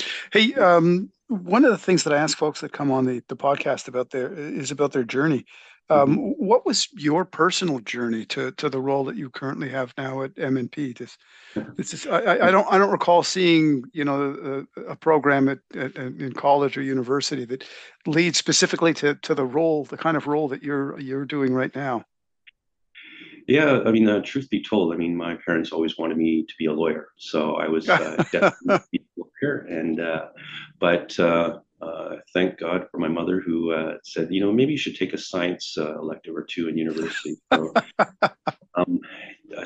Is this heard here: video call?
yes